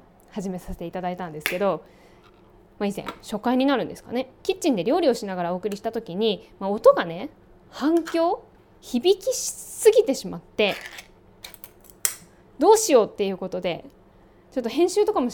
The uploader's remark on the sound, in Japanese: キッチンで料理を作りながら収録した